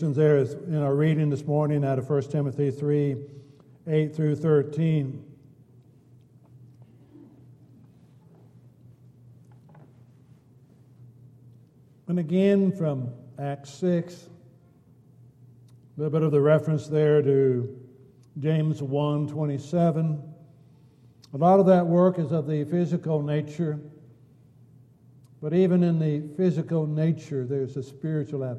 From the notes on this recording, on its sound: Downtown Church Of Christ Audio Sermon